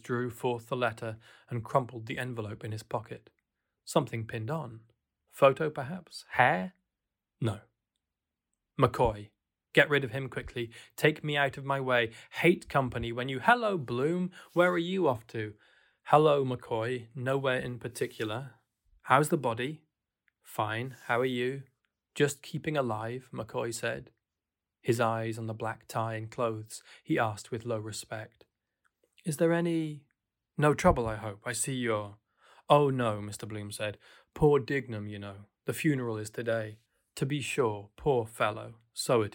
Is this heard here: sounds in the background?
no